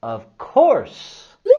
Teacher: Y vamos a subir la entonación en la palabra course.